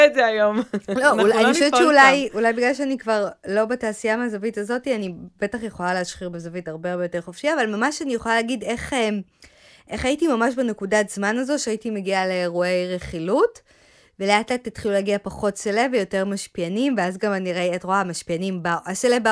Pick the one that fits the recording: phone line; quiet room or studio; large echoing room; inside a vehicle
quiet room or studio